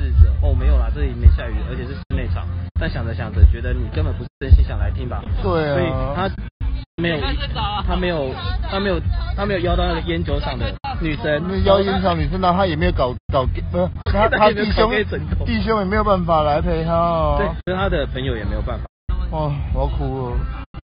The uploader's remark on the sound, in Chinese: 野外錄出。在意音質者請注意！！！！錄音來自2020年漂遊者音樂祭現場收音。